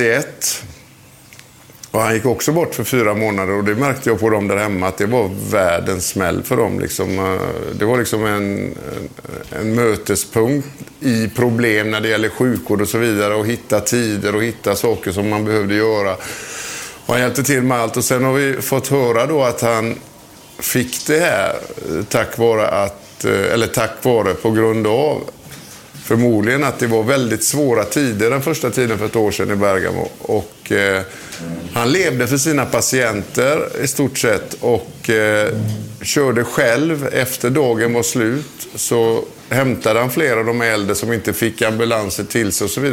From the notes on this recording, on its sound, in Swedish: Inspelningen ägde rum inför publik på resturangbåten Nordens Ljus som ligger förtöjd i Karlbergskanalen i Stockholm.